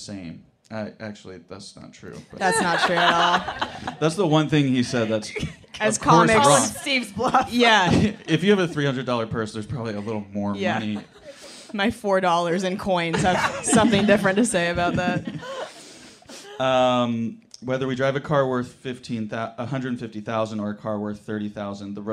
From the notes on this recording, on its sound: Live from San Francisco Sketchfest. This week's episode was recorded live from The San Francisco Sketchfest.